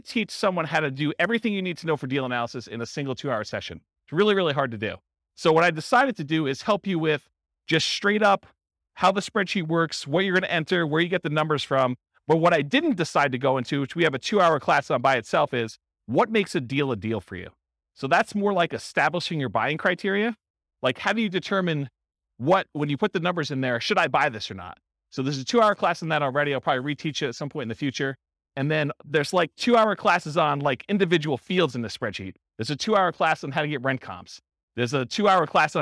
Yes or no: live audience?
yes